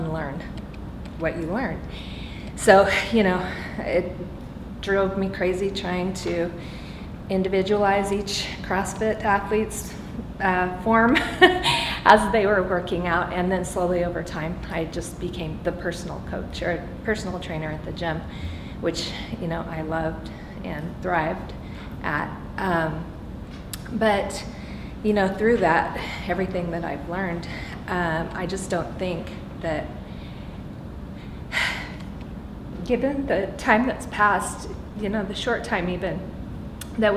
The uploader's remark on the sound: Live from the 2022 OPEX Coaches Summit! Then, we opened it up to the audience for live Q&A.